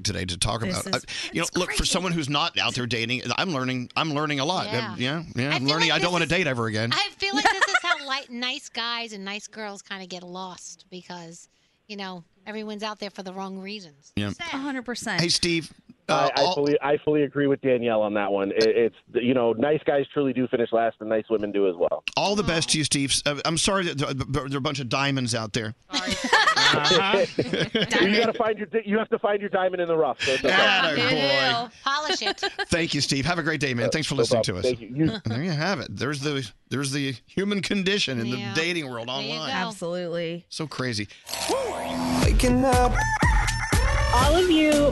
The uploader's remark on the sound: listeners call